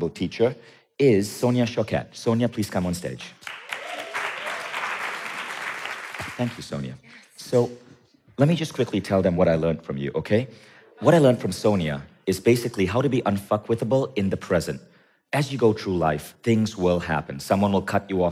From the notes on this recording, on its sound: Tune in to this episode special with three special guests on stage. At Mindvalley’s A-Fest.